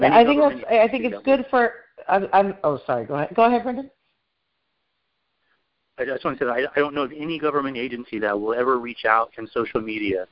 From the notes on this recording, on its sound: I hosted a teleconference town hall discussion.